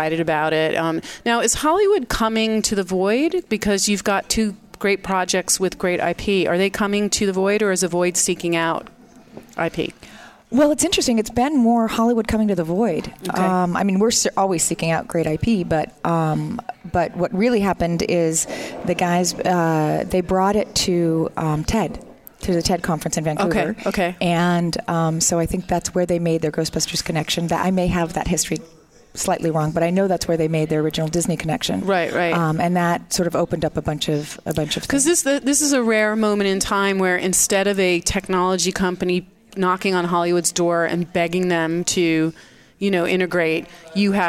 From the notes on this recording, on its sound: our broadcasts from the Spring Digital Hollywood event with special guests and hosts on site in LA